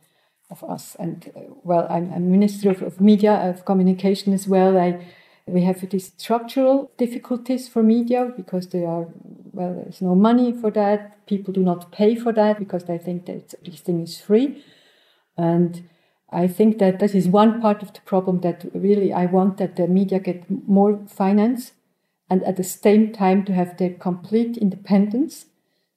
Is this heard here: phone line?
no